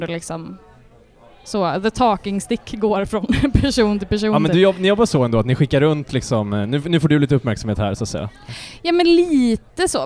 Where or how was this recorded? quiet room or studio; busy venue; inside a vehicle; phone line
busy venue